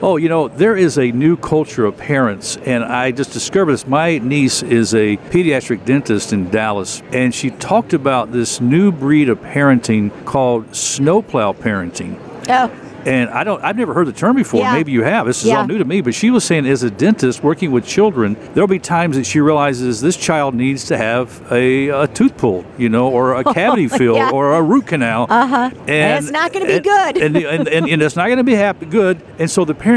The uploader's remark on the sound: This show was recorded from the 2023 National Religious Broadcasters Convention in Orlando, Florida.